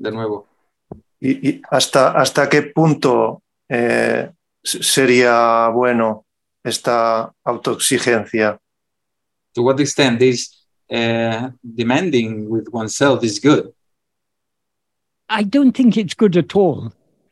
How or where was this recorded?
video call